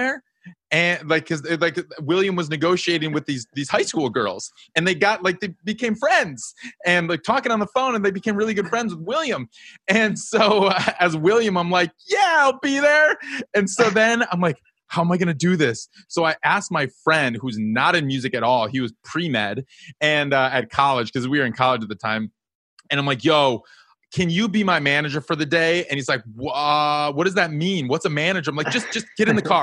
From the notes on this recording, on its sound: This is a live episode, virtually, on Zoom. They were able to ask questions at the end of the episode.